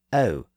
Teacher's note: English speakers in southern Britain modified that sound a little bit more to O, which is a similar diphthong, but it begins a little bit higher in the mouth.